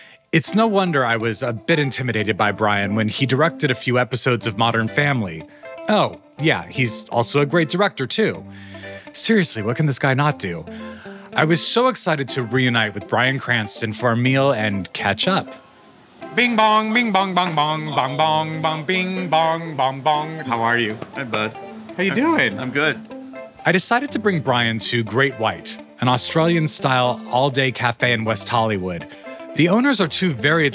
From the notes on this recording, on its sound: This episode was recorded at Great White in West Hollywood, CA.